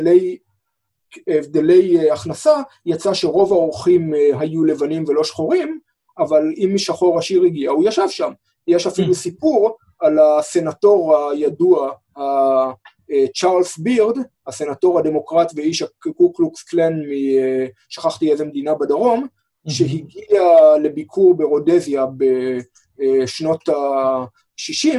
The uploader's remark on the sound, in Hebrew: הקלטה דרך זום